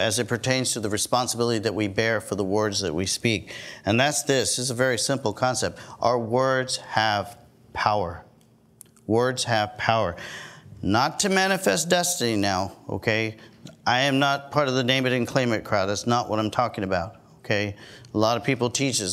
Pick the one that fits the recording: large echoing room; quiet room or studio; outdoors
large echoing room